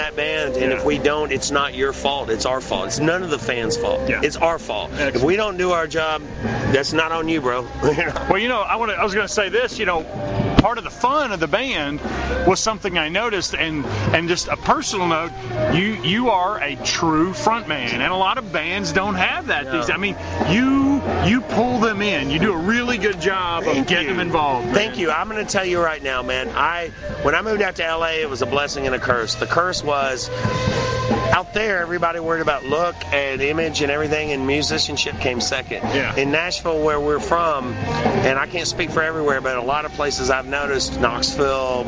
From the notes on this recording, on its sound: Interview recorded at the benefit for Chris Leone at Brewskees in Louisville KY.